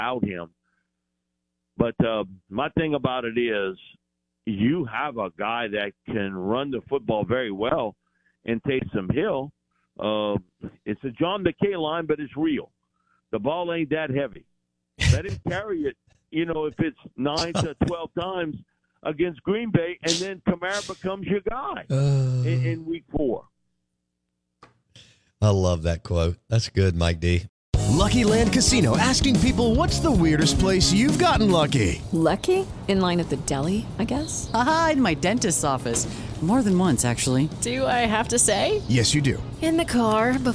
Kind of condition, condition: link, phone line